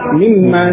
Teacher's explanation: Alif pada ma dihilangkan, kemudian di situ ada nun sukun pada mim, ya, ketemu mim, nunnya idgham pada mim, pada huruf mim, sehingga menjadi mimma